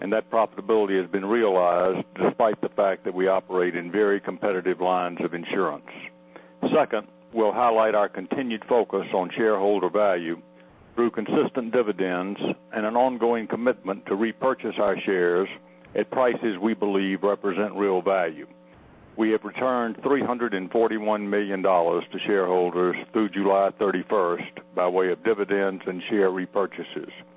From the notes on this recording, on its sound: ProAssurance Earnings Conference Call